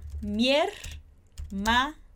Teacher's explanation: A gente tem a palavra hermana, que começa com a letra H, mas como a gente não pronuncia a letra H em espanhol, é como se começasse com E